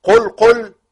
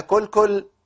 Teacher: يبقى انا عشان اتدرب وافصل بين القاف والكاف في حال الضم، لان القاف والكاف مخرجهم قريب جدا، يعني القاف في اقصى اللسان مع ما يوليه بسقف الحنك والكاف تحته على طول، الفرق بينهم بسيط جدا جدا جدا، لولا الصفات لا نطقنا القاف والكاف حرفا واحدا.